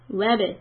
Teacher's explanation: I say web and then I open my lips again very quickly. · Term: qalqala